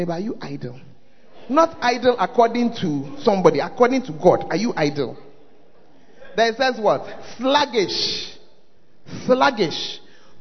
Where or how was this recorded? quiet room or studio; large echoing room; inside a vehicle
large echoing room